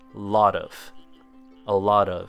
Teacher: This one sounds like a lot of. Link the T directly into of to get lot of. · Term: linking words